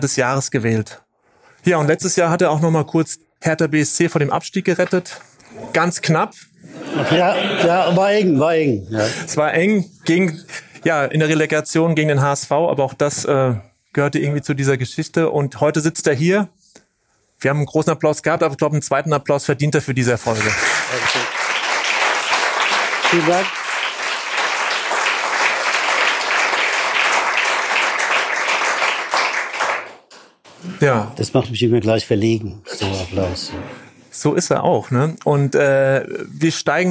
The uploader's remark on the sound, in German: Für den ersten LEADERTALK live in Hamburg Ende Mai. Vor einem begeisterten Publikum in Hamburg-City.